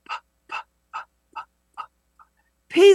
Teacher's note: P, p, p, p sound. Almost like you're out of breath.